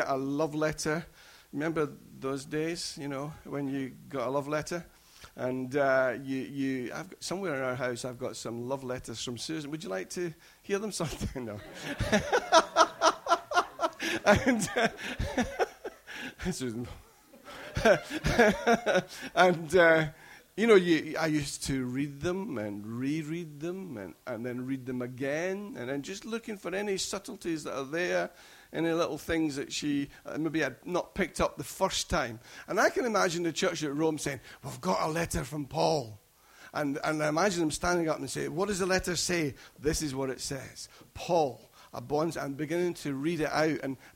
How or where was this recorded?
large echoing room